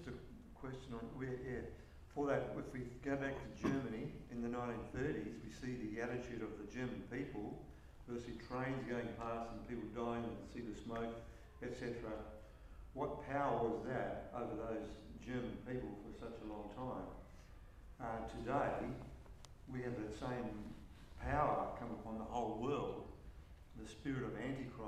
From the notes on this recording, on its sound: In September we hosted the first Awake Conference Perth. Excerpts from our final session of the day, the Q&A.